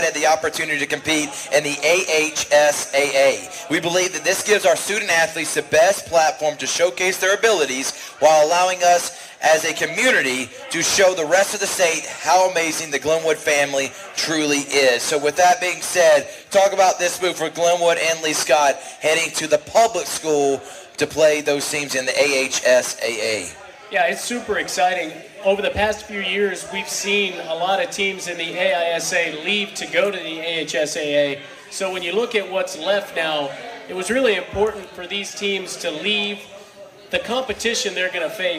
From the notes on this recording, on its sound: Georgia Alabama Sports Live Show that took place at Happy Hour Bar and Grill on Tuesday Night